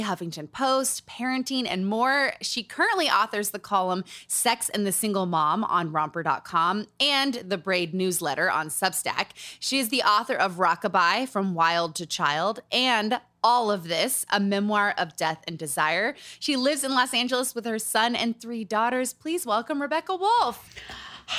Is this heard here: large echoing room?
no